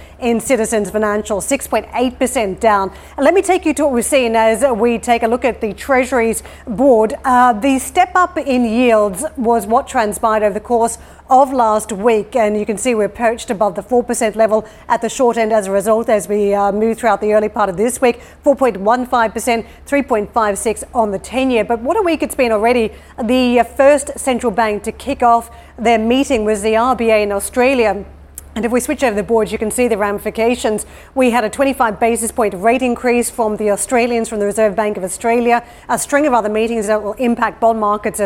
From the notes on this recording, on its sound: We are live at the WEF Growth Forum in Geneva